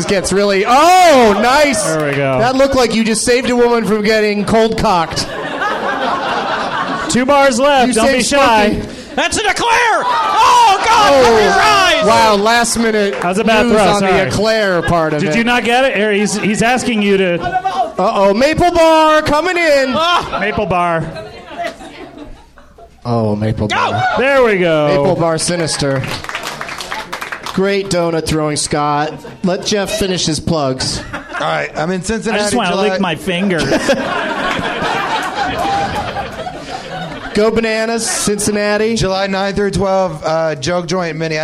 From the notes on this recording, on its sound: Recorded live at the NerdMelt Showroom in Los Angeles, California.